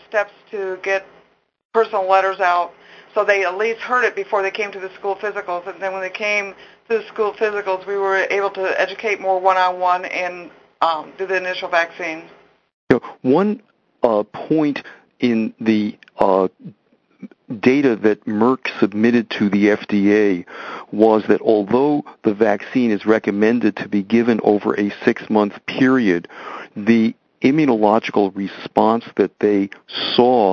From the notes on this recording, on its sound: Author in the Room® Teleconference